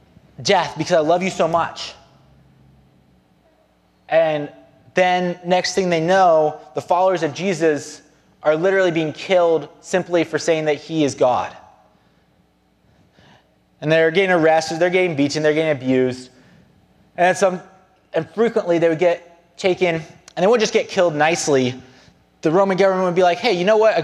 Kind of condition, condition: setting, large echoing room